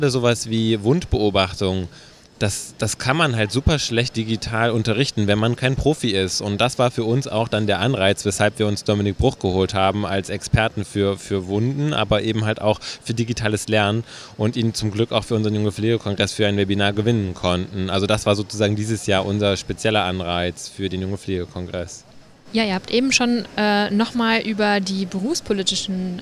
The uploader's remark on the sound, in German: SPEZIAL Live vom Deutschen Pflegetag (Tag 2).